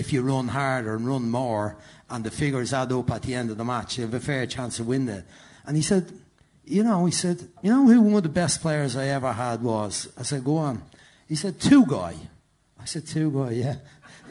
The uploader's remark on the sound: We were live in the Sugar Club for a show